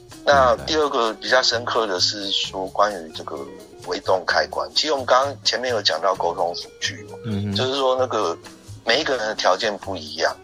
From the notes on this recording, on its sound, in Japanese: 電話訪問